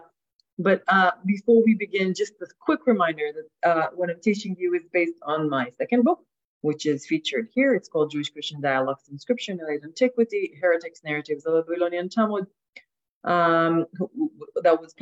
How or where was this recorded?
video call